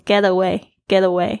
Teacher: away，注意一下它的一个发音，这个 get 跟 a，你会发现那个 t 的声音怎么好像浊化，不是 get away 吗？怎么会变成 getaway，getaway？注意一下这里有一个潜规则， t 夹在两个元音之间呢，通常都会浊化变成 t 跟 d 之间的 l 的声音